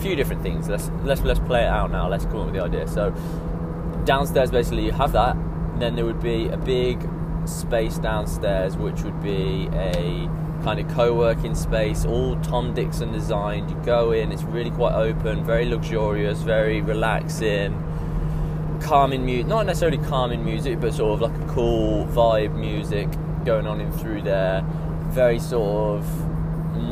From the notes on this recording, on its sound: Me rambling in the car on the way back home from Coventry, monster energy in hand.